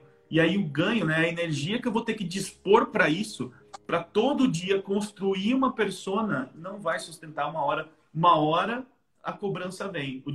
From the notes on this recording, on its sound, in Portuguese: em uma live no instagram